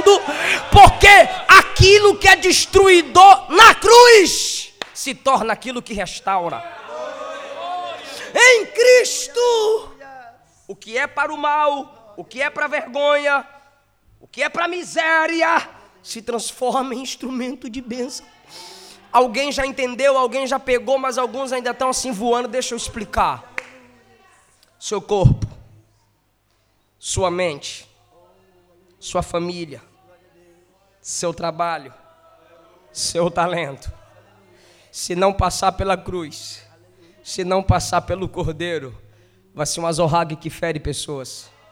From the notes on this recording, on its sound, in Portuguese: Nesta mensagem gravada em Setembro de 2017 na nossa conferência anual.